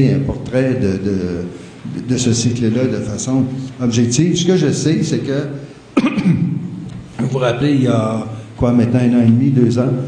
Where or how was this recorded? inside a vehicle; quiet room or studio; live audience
live audience